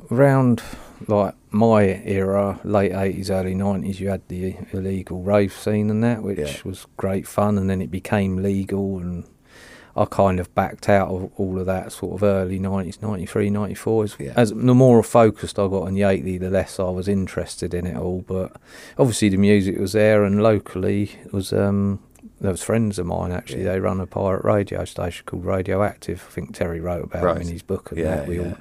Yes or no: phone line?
no